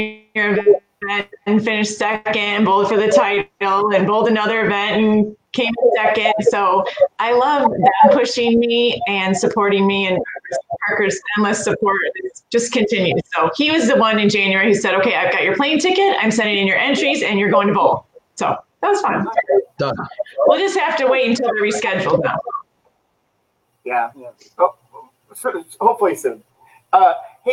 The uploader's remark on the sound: Live From Rab's